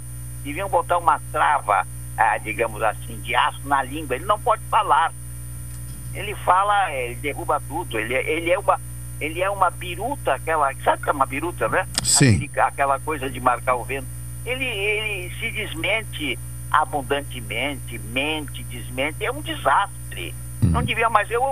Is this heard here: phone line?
yes